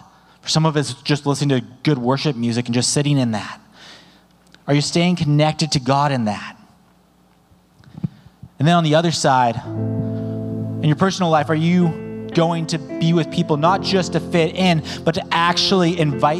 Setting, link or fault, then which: setting, large echoing room